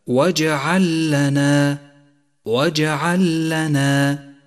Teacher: أولا لاحظ إضغام المتماثلين في قوله تعالى وجعل لنا، وجعل لنا جاءت اللام الساكنة وبعدها لام مثلها متحركة، تضغم الأولى في الثانية فتصيران لاما مشددة